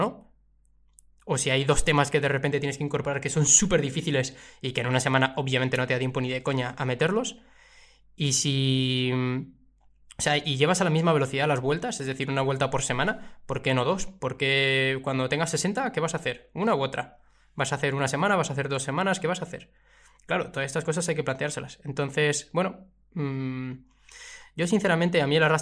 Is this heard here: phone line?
no